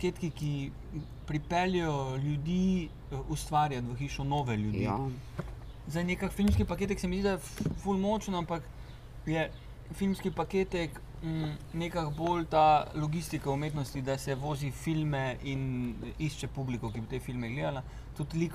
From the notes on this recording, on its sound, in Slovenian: Na ulici pred hišo ter pred publiko. GT22.